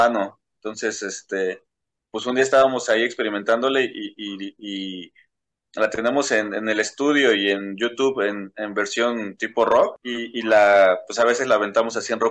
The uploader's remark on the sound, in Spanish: Charlamos via zoom con.